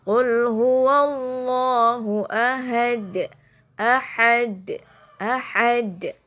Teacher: karena huruf kol-kolahnya di wakof makanya jadi sukun bacanya agak sedikit ditekan · Term: kol kola wusto